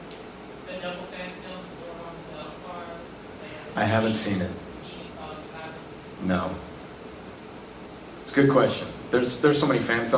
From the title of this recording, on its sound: Panel from Pensacon 2016